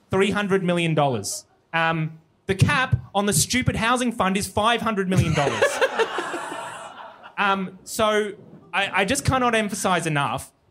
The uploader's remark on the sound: Live from Brisbane. Live from Good Chat.